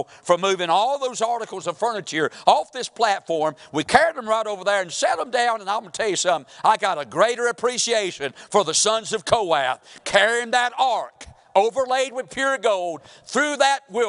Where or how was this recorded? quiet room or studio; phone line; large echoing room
large echoing room